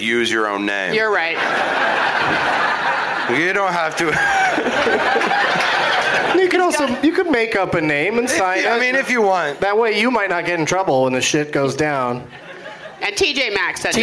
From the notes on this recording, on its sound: Live from The Firebird in St. Louis, MO.